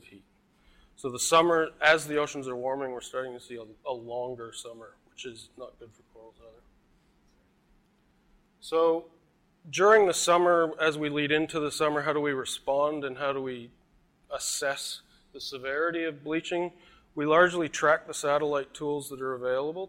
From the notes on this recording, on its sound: IFE Visitor Lecture recorded on 24 August, 2018.